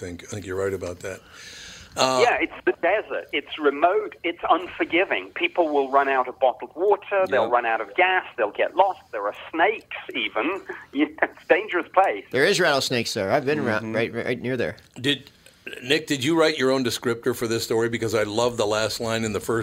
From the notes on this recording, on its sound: on the phone